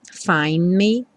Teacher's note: Também junto o N do find com me direto.